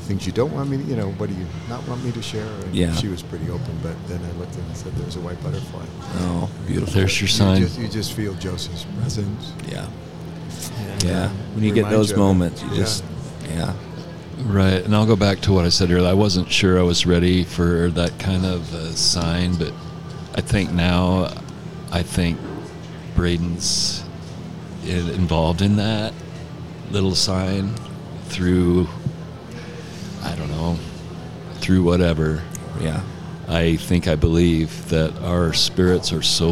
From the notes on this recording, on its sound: live from the chinden moxie